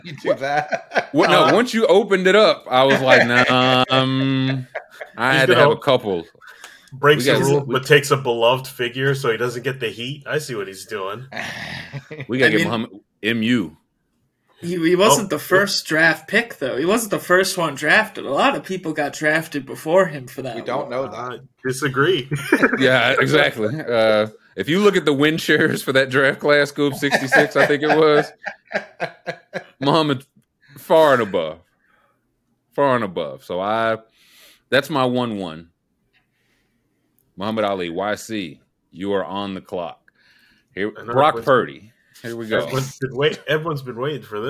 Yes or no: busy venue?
no